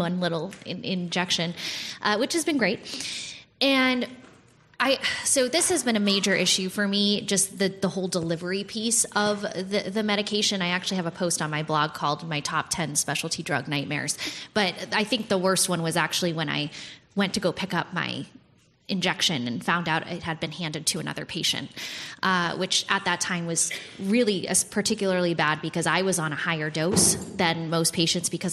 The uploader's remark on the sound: This panel, presented at the inaugural Drug Delivery West conference in 2018